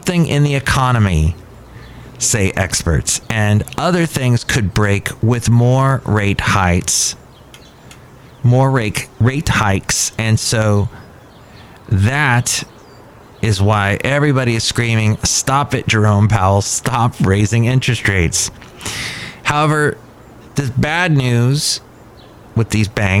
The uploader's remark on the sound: podcasts live from Cafe Anyway